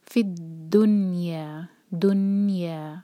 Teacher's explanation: ایون تو یہاں پہ نون ساکن کے بعد حروف حلقی نہیں ہے، تب بھی یہاں پر ہمارا اظہار ہوگا. تو نون پر نہ تو جھٹکا آئے، نہ ہی یہاں پر کسرہ کی آواز آئے، اور نہ ہی اس کو ہولڈ کیا جائے گا